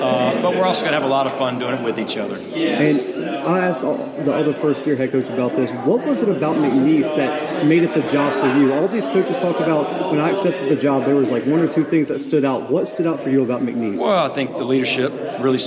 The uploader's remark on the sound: The Bluebloods are live at the Southland Conference Media Day!